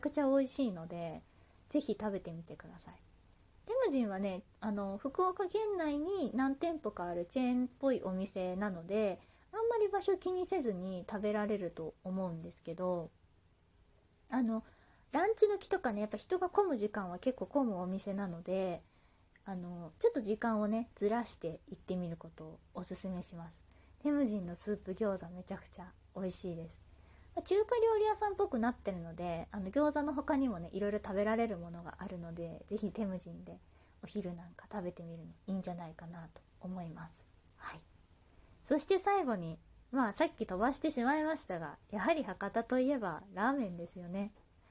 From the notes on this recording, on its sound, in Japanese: 自宅でスマホによる収録のため様々な騒音が収録されています、ご了承ください